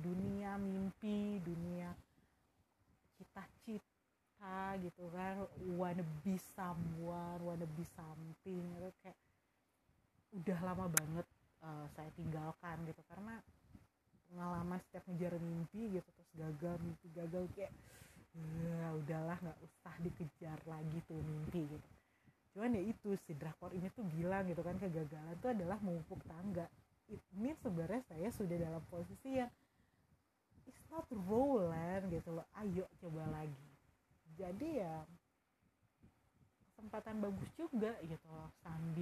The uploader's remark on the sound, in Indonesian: Sorry kalau suara rekamannya raw banget. Soalnya impulsif aja rekaman dan upload.